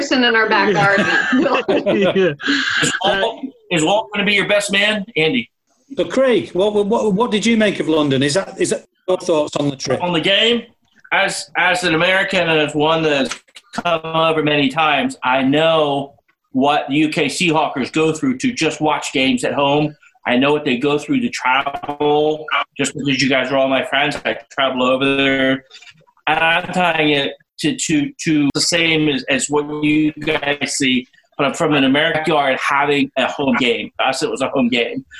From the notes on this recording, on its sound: On a UK Seahawkers Zoom call. We hear stories, memories and more from several UK Seahawkers and some of our US pals too.